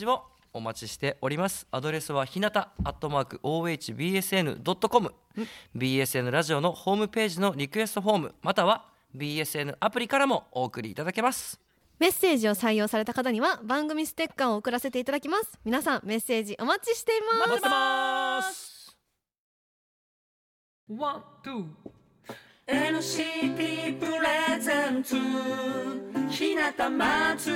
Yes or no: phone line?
no